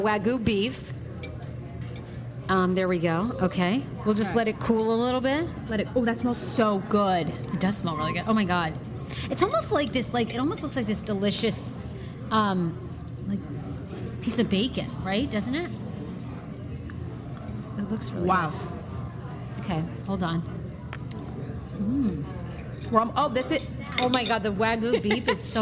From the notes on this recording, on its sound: It’s our first pop-up podcast of 2019! Live at Umaya DC.